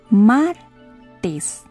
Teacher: La sílaba tónica es mar.